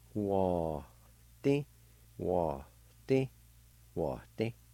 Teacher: And in this word, right between the A and the D in the middle of the word, there's a faint H sound